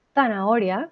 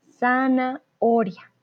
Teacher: yo soy de Latinoamérica, pronunciamos la Z como una S · Shown in: second take · zanahoria, ¿vale?